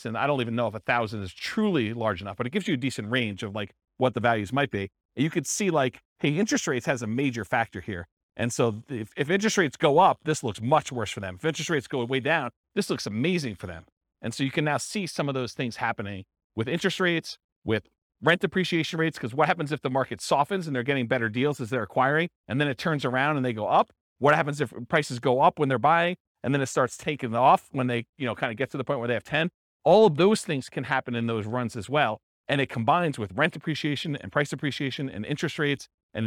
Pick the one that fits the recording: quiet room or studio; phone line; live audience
live audience